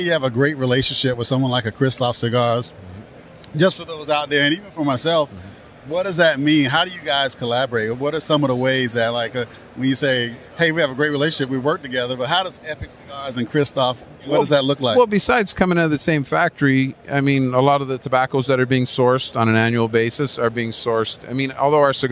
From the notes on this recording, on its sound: At Tobacco Plus Expo 2021 in Las Vegas.